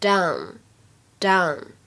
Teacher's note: 果是英国人来读，会读成 don，don 是一个发音比较靠后的长元音的“哦”。这个单词呢，如果让美国人来读，当中的元音呢，会有一些偏向口型最大的长元音“啊 ”